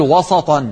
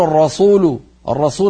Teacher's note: الأمر الثاني، السينات في كلمة وسطا، لا لا لا تقول وسطا بسبب مجاورة السين للصاد، ولا تقول الرسول، الرسول صارت السين صاد · Term: تحول السينات الى صادات